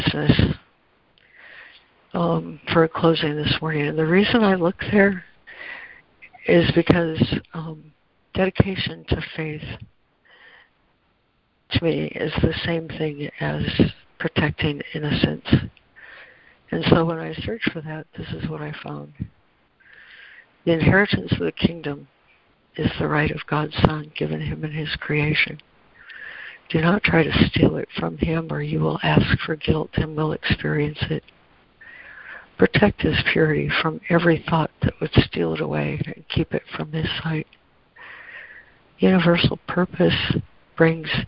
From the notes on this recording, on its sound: ACIM Daily Conference Call